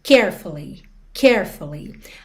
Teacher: quando você fala essa palavra, a sílaba tônica é a primeira